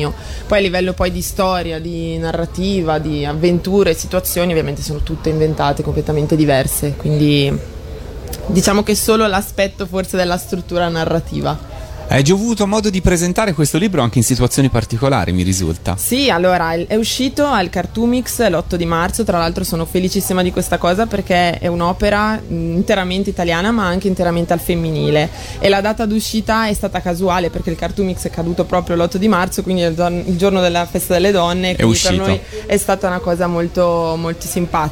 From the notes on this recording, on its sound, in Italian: Da Lucca Comics & Games 2019